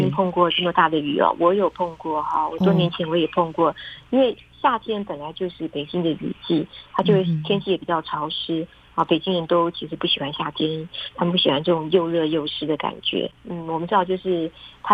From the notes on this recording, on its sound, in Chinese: 連線訪問中央社駐北京記者